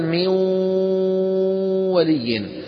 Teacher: عندما ندغم في الواو والياء نأتي بواو من الشفتين وغنة من الخيشوم